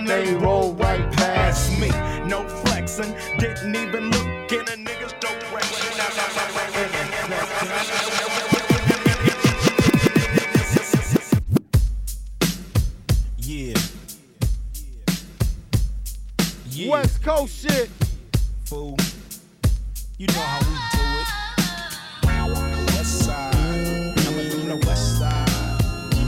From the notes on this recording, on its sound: Recorded at The Do-Over Brooklyn as part of #THEDOOVER10.